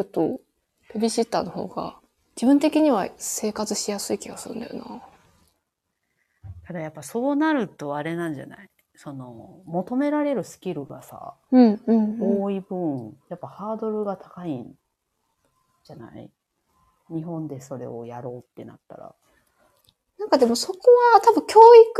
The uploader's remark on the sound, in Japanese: 収録なので、リアルタイム情報ではないです。子どもの声が入っています。コラボ収録。Stand.fm。